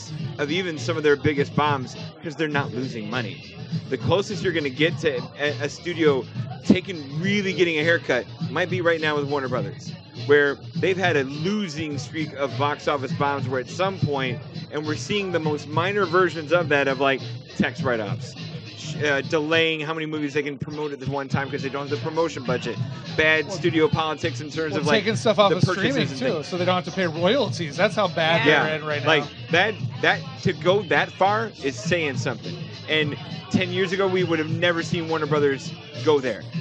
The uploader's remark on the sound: This live recording session comes from the Galway Bay tavern in Chicago. Enjoy the lively and live conversation!